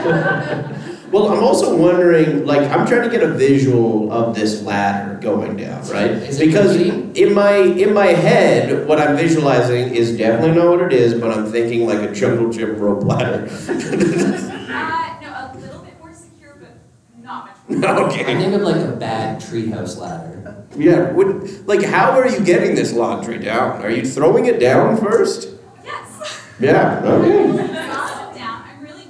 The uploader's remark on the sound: Calgary Expo 2023 LIVE. Are live from Calgary.